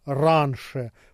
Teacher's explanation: «н» в этом слове произносится мягко, как и пишется «раньше»